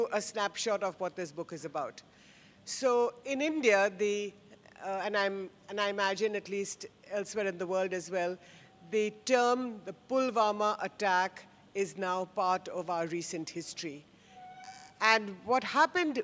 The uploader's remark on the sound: This episode is a live session from Jaipur Lit Fest 2022.